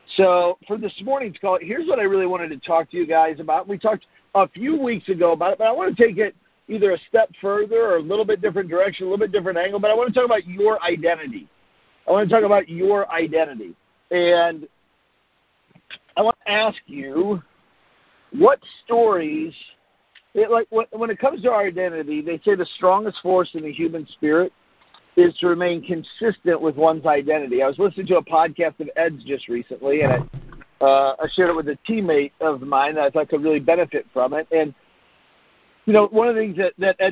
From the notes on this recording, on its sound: Team Freedom conference call on 4/12/19.